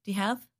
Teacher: The word you becomes reduced to the sound ya.